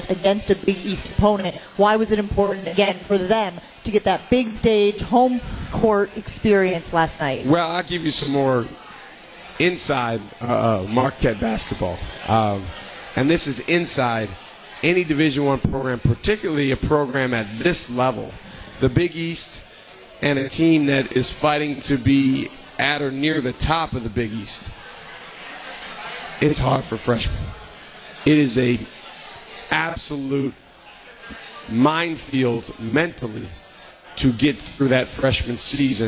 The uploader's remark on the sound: LIVE from MOTOR Bar & Restaurant.